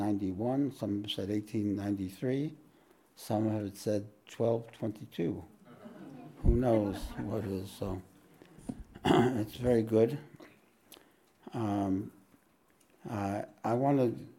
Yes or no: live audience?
yes